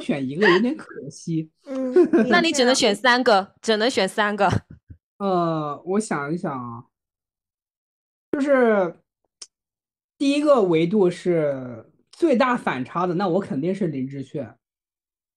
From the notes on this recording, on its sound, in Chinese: 这次依旧是云录制（11月15日晚录制），试录音之后发现还不错，就大意了……正式录制就忘记按录、音、键！！！中间有点点喷麦，请见谅！